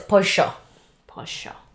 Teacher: For example, like the word pollo is chicken in Spanish with the double L. They pronounce their double L like a sh sound.